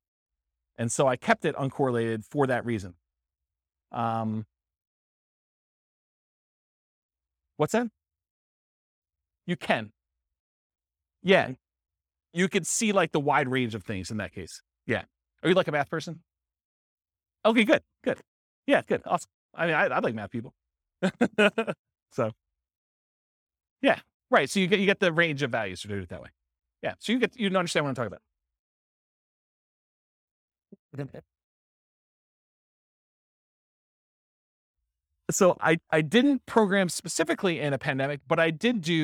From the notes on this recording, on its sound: This was a live class recorded